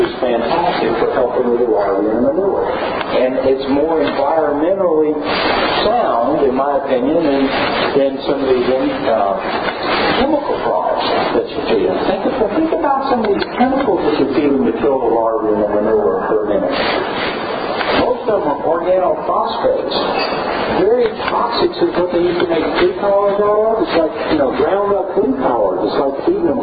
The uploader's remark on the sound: recorded at an Equine Affaire event while he spoke to the crowd